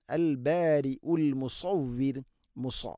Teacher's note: സ്വാദ് ഇസ്തിഇല എൻ്റെ അക്ഷരമാണ്, സ്വരഭാരത്തിൽ ഉച്ചരിക്കണം, നാവിൻ്റെ മധ്യഭാഗം അണ്ണാക്കിലേക്ക് ഉയർന്ന് നിൽക്കണം